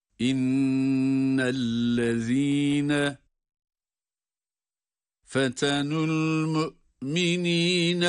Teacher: İnnellezîne şeddelini tutuyoruz ama lam harfini tutmuyoruz